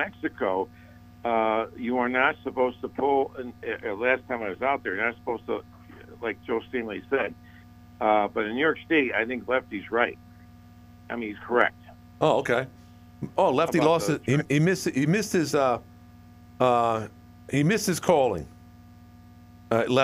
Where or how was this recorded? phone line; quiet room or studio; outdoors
phone line